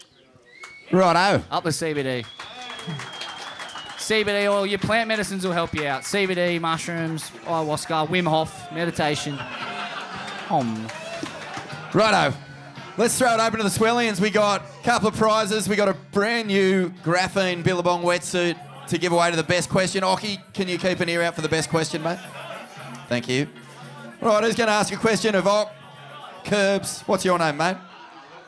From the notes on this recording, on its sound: Live from the Indian Ocean Hotel Scarborough in Perth! We revisit a classic night at the Indy.